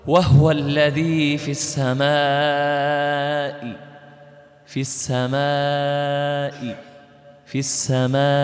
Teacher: إذا وقفت تكون الهمزة محققة، لأن السبب عدم، سبب التسهيل هو التقاء الهمزتين، وهنا انعدم